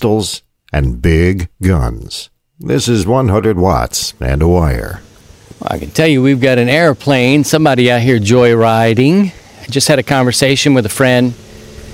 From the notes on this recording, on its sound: This week, we're back outside